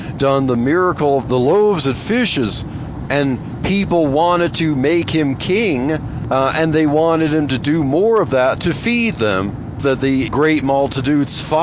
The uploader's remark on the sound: In this episode of Truthspresso Express I chat about Jesus and socialism while driving to work.